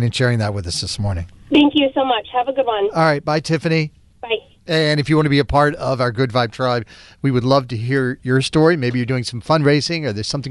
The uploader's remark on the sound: called in and shared her story